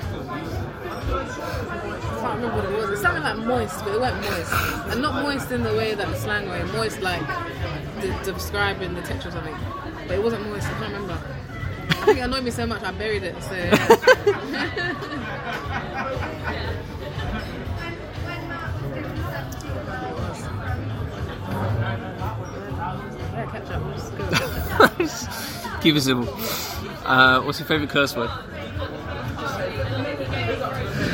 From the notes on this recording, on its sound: BFI Southbank background noise!